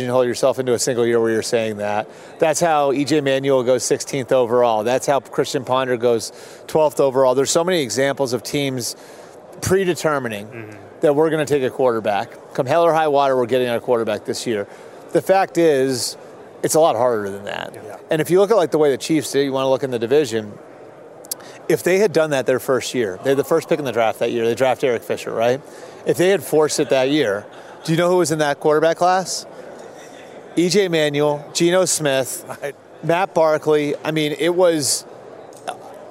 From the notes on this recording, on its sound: LIVE FROM RADIO ROW AT SUPER BOWL 58